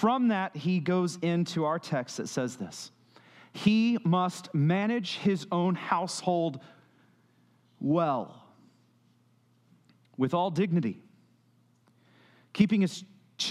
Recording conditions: large echoing room